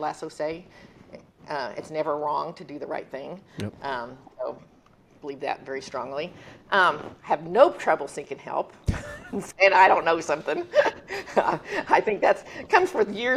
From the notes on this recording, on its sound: gave the closing talk at a recent women's leadership conference hosted by Women in Optometry